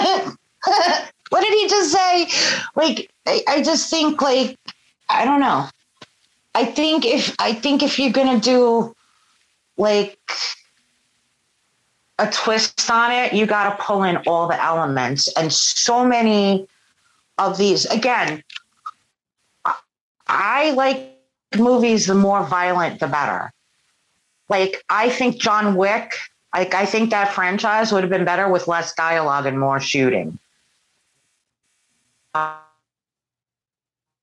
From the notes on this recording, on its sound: Sorry for the pops and clicks courtesy of the Zoom App.